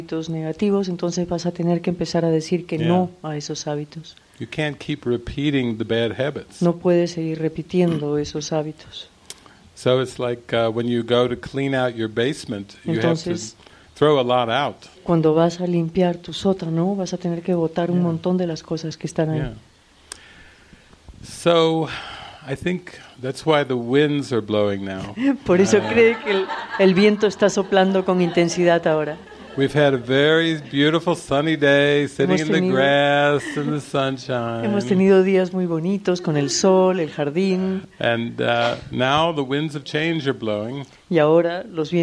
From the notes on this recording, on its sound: This is a recording of the movie session from the "Heart of Love" retreat with Spanish translation. Recorded March 17, 2020, at Living Miracles Mexico Center in Chapala, Mexico.